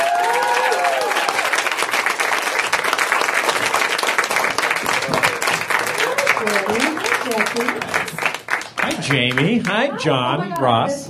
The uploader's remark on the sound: Live at the UCB Theater in Los Angeles